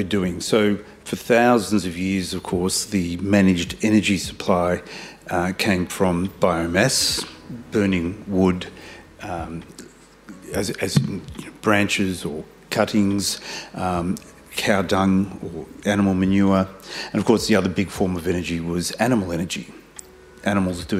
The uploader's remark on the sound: This event was recorded on Tuesday 30 May 2023 at the Wheeler Centre.